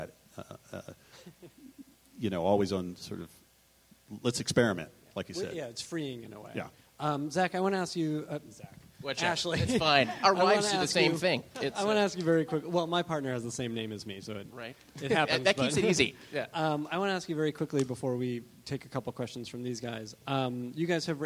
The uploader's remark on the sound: Recorded live at the Austin Film Festival on October 24, 2013.